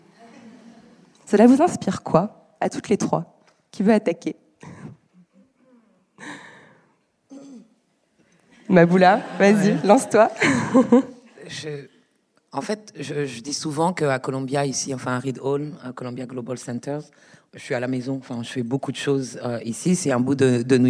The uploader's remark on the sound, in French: Étaient au Columbia Global Center. Pour un enregistrement en public le 4 février 2020. Ce soir-là, dans une salle chaleureuse, magnifique, remplie de poudreuses et de poudreux attentifs.